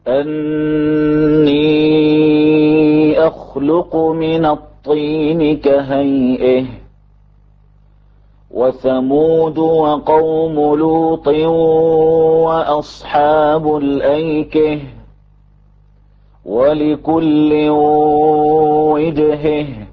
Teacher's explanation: إمالة هاء التأنيث التي قبلها أحد حروف أكهر